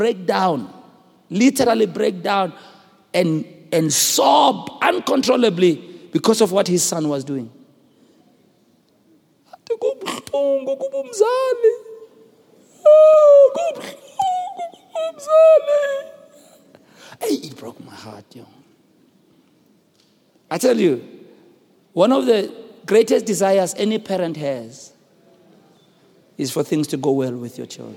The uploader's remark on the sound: preached at Grace Bible Church Pimville on the 05th of November 2017